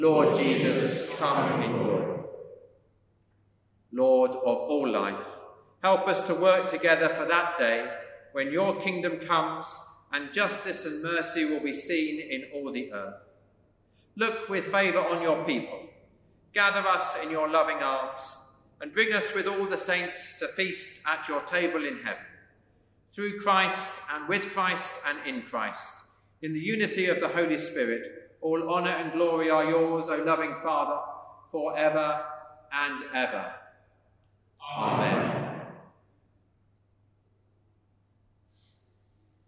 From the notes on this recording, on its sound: service of Sung Eucharist from All Saints Church Kingston